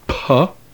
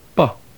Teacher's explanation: a phonemic distinction between an aspirated P, P, and an unaspirated P, pa.